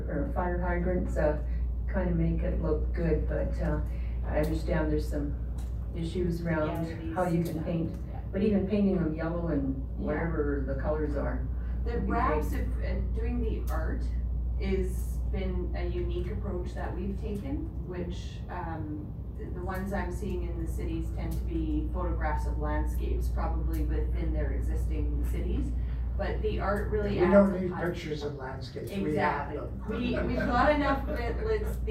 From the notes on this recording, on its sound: Audio recording of the August 12, 2019 Regular Meeting of Peace River's Town Council.